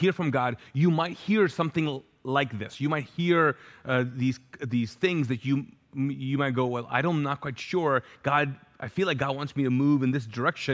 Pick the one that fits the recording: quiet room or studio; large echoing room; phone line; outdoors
large echoing room